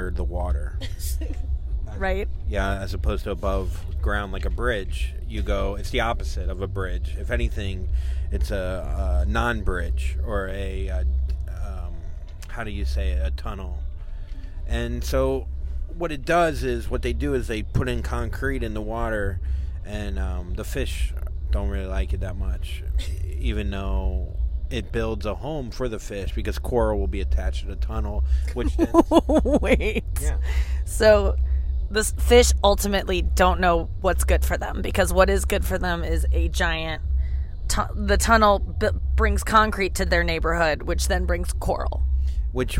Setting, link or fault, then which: setting, inside a vehicle